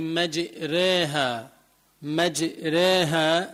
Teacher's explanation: بدل ما يقول مجراها بيقول مجريها، هذه تسمى الإمالة